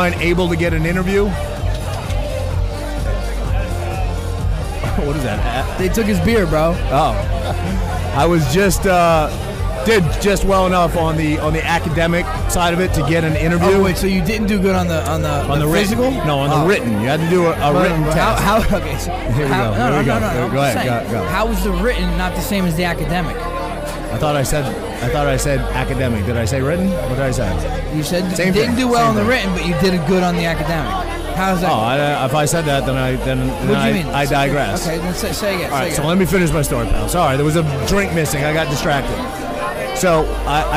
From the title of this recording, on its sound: Live From Pilsner Haus Biergarten